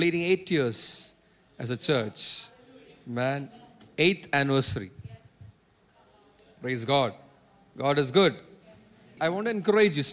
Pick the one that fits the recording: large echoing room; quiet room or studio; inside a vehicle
large echoing room